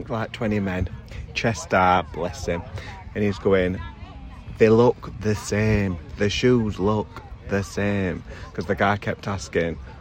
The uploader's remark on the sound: We are coming to you live from the beach in Alcudia!